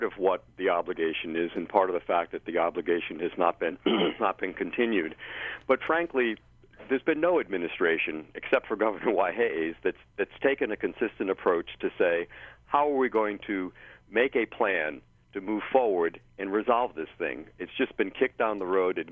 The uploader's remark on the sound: The Conversation hosted a call-in show.